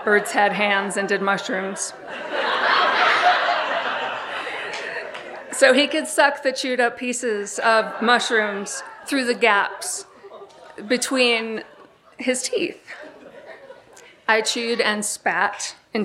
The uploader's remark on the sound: recorded live on 17 August 2016 at Buntport Theater in Denver Colorado